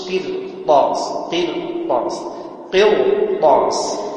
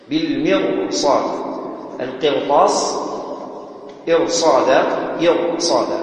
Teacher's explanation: في قرطاس مش قرطاس، قرطاس قرطاس تفخم لأن بعدها طاء